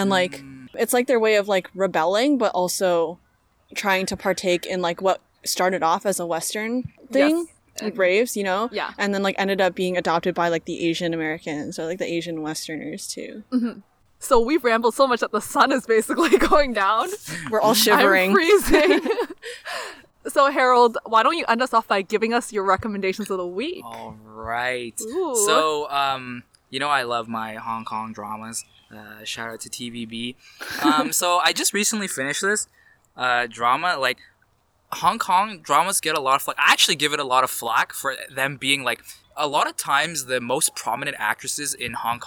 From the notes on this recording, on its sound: Please expect audio quality issues as we recorded this episode outdoors for a safe socially distant guest edition!